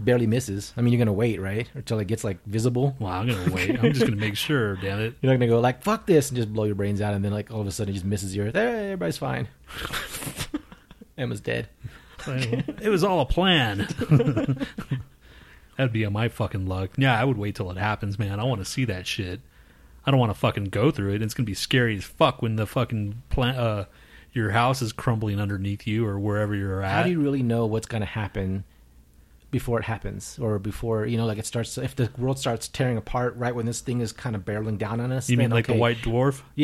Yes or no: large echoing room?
no